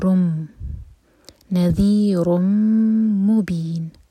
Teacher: تو ہمیں کرنا ہے ادغام غنہ کے ساتھ، تو رن نہیں کہیں گے، ہم کہیں گے رم